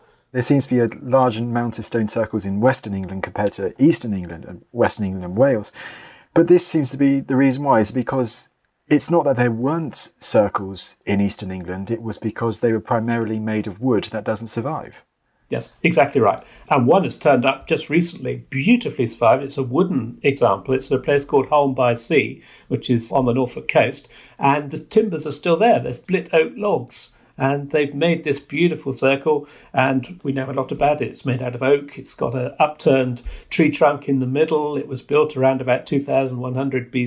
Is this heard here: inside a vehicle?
no